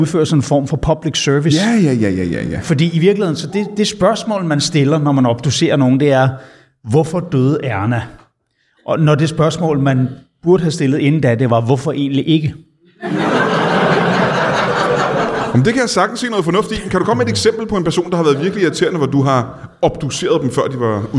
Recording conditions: live audience